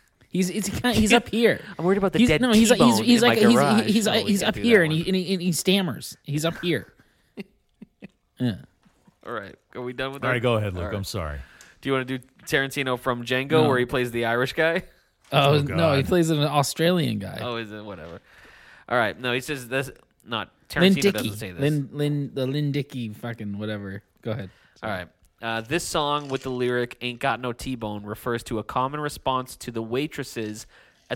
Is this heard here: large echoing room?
no